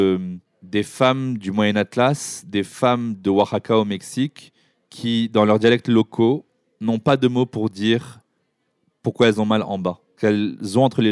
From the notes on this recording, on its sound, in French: Cet épisode a été enregistré en public au Pavillon des Canaux à Paris pendant le festival POP MEUFS dédié aux luttes inclusives, féministes et intersectionnelles.